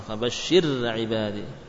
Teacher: Kenapa fabashir dibaca tipis? Karena kasrah sebelumnya apa? Karena dia sukun sebelumnya kasrah.